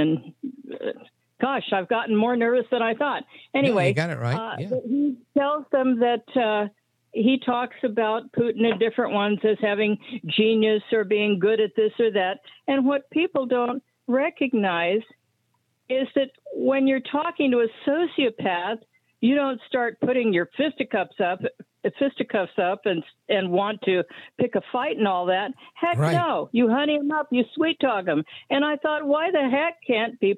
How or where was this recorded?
phone line